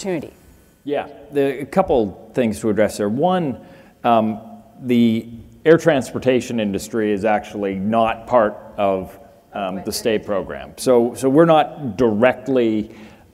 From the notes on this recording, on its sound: The best of live interviews from GreenBiz events.